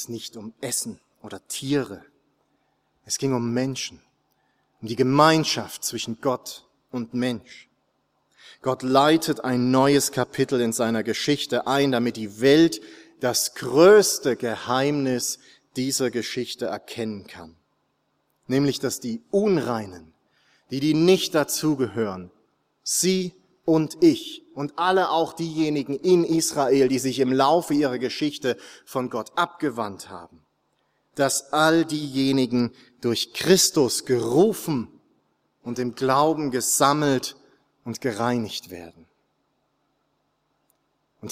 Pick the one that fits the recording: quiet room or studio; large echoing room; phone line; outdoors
large echoing room